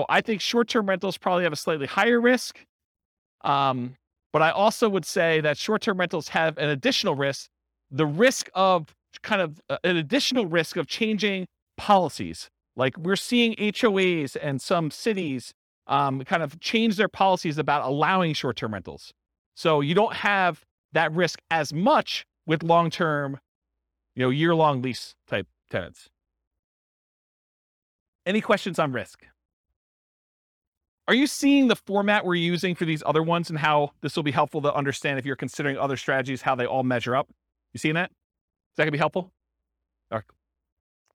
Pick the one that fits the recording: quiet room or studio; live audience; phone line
live audience